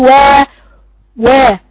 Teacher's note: وا وا انا بقى بقراها بحس ان الوتر اللي هنا وانا بقرا اللي هي ال بيتقفل الوترين دول على فكره وانا بقرا الواو عشان ما اخرجش منها هوا عشان ما اخرجش الهوا بين الوترين ما يبقاش مفتوحين يوم اخرج الهوا بحس الوترين دول اتشدوا واحس بطني كمان معايا اتشدت كاني بشفط الهوا لجوه.